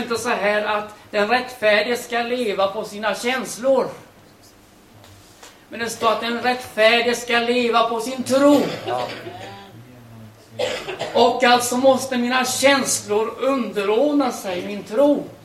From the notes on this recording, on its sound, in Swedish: Liveinspelning